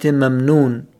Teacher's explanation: يعني مخرج الميم في الشفتين وفي الخيشوم · Term: الغنة الذاتية